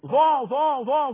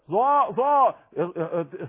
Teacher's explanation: الظاء حرف مجهور مفخم بيمتلي الفم بصدأ يخرج من ظهر طرف اللسان يلتصق برؤوس الثنيتين او الثنايا العليا